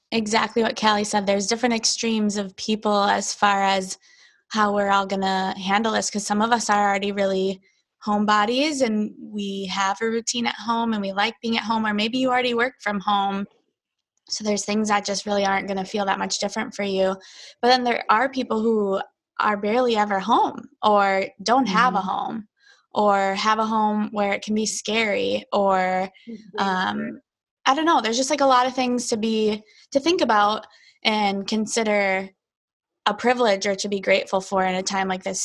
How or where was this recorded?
video call